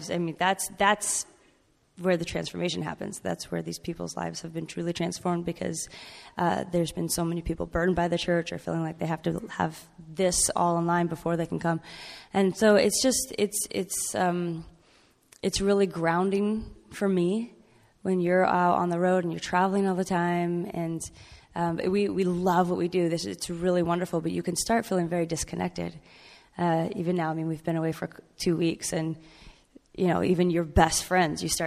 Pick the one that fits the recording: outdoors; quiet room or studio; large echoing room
large echoing room